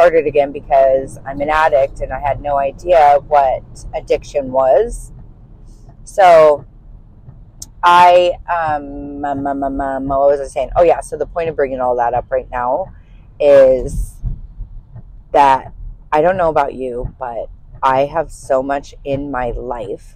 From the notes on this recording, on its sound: This first episode is uncensored and unedited. I am actually in my car driving to work. I bought a set of little microphones to help the sound but I am still learning.